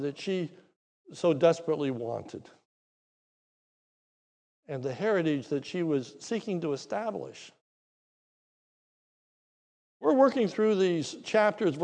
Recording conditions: large echoing room